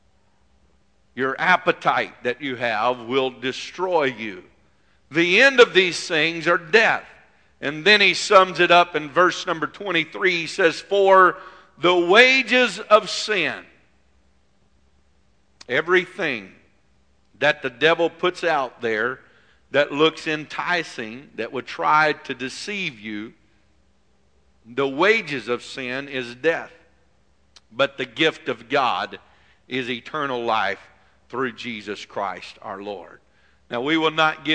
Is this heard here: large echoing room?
yes